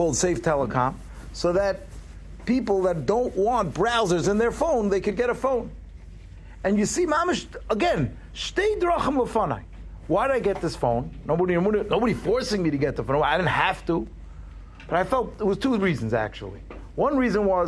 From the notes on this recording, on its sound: Shiur recorded in Yeshivas Ohr Reuven, Monsey, NY.